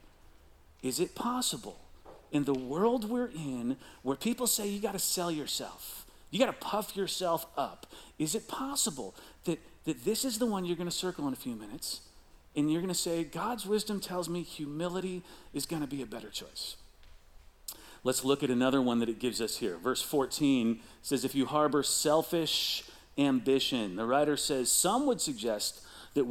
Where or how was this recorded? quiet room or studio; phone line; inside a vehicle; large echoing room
large echoing room